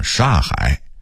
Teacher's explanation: 因为语速快，会把什刹变成一个音煞 · Term: 吞字